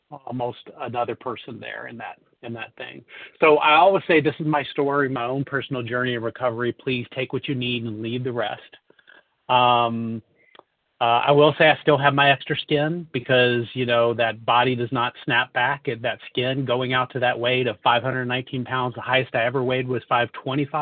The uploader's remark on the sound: 100 Pounders Phone Meeting